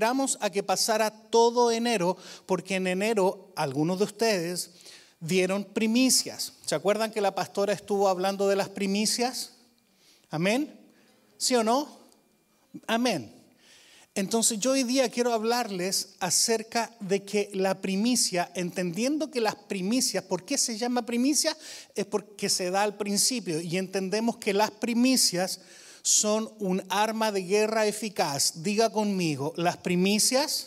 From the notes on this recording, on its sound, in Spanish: Predicaciones grabadas EN VIVO en la Iglesia Visión Mundial Para la Familia, Disciples Of Christ, Christian Church, en la ciudad de Arlington, Texas, USA